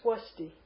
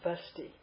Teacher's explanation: When it's in a conjunct consonant, that V is often pronounced as W. · Shown in: first take · Like, so we would say swasti instead of svasti.